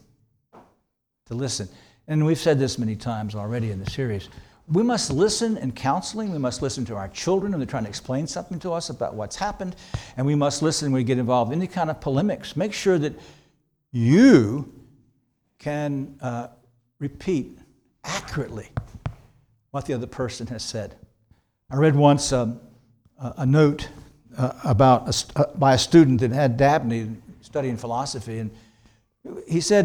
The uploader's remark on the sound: This sermon was preached on January 28, 2024 at Antioch Presbyterian Church, a mission work of Calvary Presbytery of the Presbyterian Church in America located in Woodruff, South Carolina.